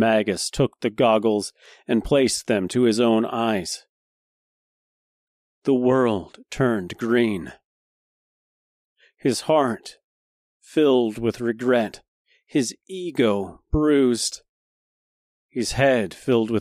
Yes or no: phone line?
no